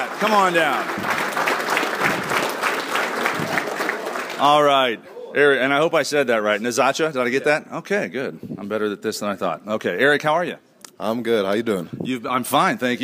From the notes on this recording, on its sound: Live at the University of Wyoming. This show kicks off with a live studio audience at the University of Wyoming.